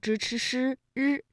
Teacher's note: 舌尖向上翘起，然后呢和我们的硬腭前部气流受到了阻碍，就构成了辅音 · Term: 翘舌音